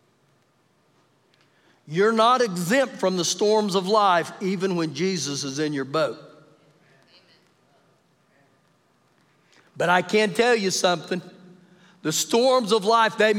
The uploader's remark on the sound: Recorded live during our Wednesday night service